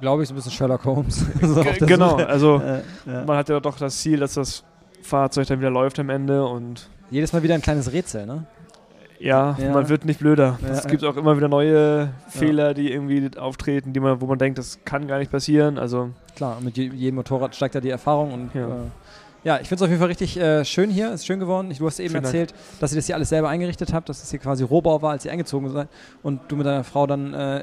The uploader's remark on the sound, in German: LIVE vom Partnertreffen.